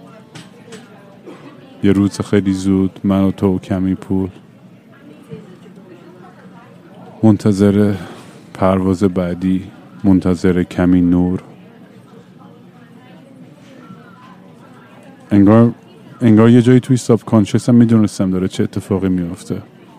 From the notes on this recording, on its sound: live from LGA airport.